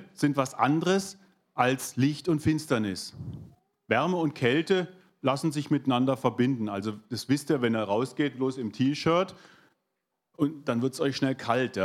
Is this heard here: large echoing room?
yes